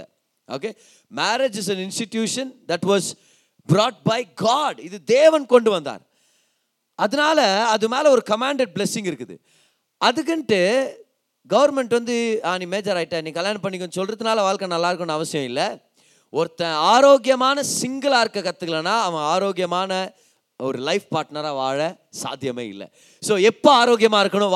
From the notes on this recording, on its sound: Singles Meet-Oct 2022. Preached in the special singles meet "YACHID ZONE" in our church.